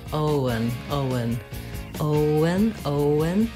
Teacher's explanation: Make sure you hold the O nice and long. And then the letters EN say the schwa sound, and the N, un.